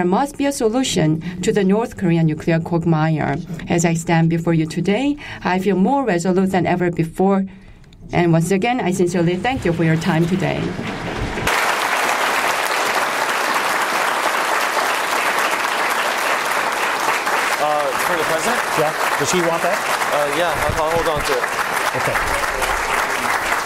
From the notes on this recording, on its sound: Delivered a Global Leaders Forum address to a Washington D.C. Fielded several questions from the audience.